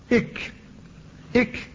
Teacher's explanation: والقاف هو أقصى اللسان فوق، ثم الكاف أسفله. كذلك أصل اللسان فيه مخرج آخر وهو للكاف، ولكنها أسفل من مخرج القاف